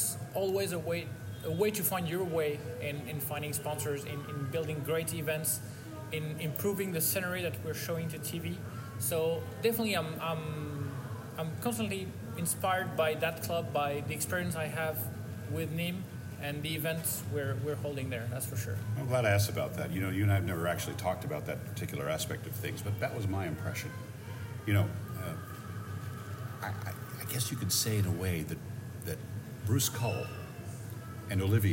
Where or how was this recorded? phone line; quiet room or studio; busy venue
busy venue